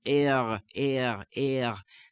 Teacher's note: You can hear the tongue coming up. It's not a complete throat clearing sound, but air, air, air. The tongue still gliding up to the velum in the back.